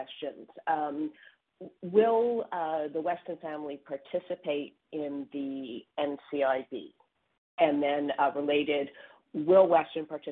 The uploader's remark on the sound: Third quarter 2021 earnings call for George Weston Limited.